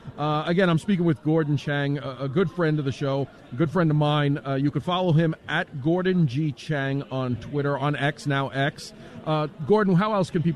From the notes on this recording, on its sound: LIVE From CPAC.